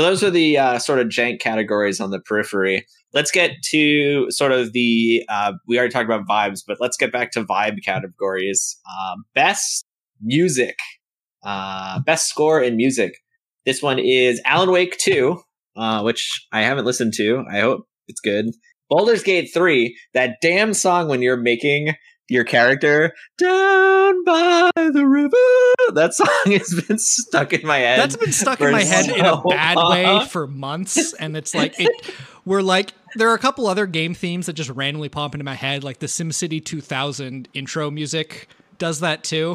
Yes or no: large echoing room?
no